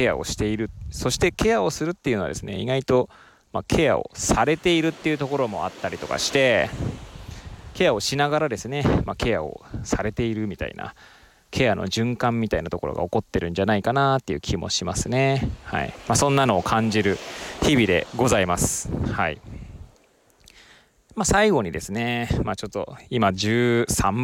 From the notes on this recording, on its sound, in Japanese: 初めての外収録。釜石市の根浜海岸を歩きながらケアとは何かについて語ってみました。音声がどんな感じか気になります。Stand.fm。